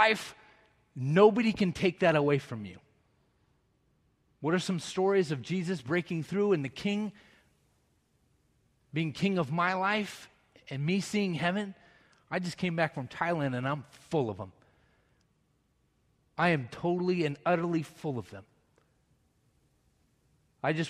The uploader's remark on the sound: Message delivered during the Traditonal Worship service